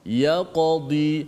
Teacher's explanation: kalau qalqalah sughra ya qadi selepas qalqalah itu ada huruf dad kita terus sebut dad kita tak tunggu